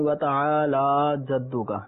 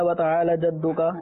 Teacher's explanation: تو یہاں پر بھی وَتَعَالَى جَدُّكَ اس میں کھڑا زبر ہے، اس کو ایک الف کے برابر کھینچ کے پڑھا جاتا ہے · Shown in: first take